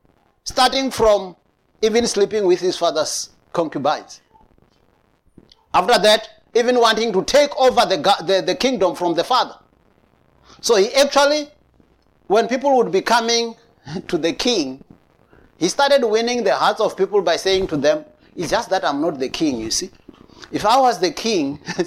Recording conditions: large echoing room